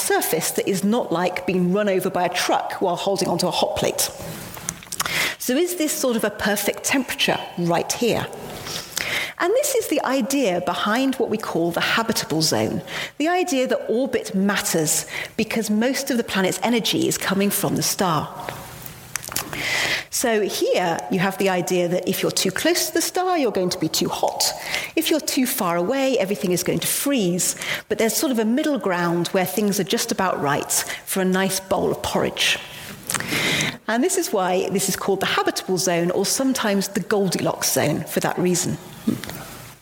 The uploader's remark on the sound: Today our podcast is from the Perimeter Institute. In a live public lecture from November 6, 2019.